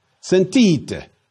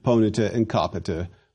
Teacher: Sentite has an accent on the second to last syllable, whereas ponita and capita have their accents on their antepenults, or third from the last syllable.